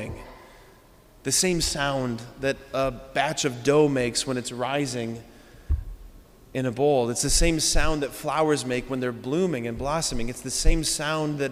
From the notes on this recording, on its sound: preached this homily on July 23, 2023 at Sacred Heart of Jesus Catholic Church in Wadsworth, OH.